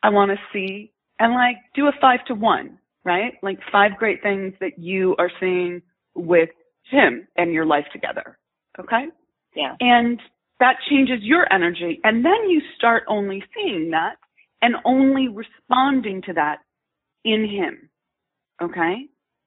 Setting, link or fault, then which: link, phone line